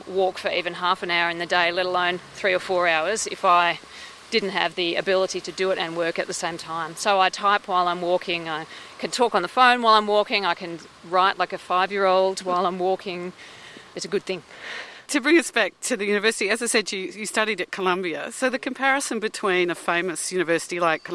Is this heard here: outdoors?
yes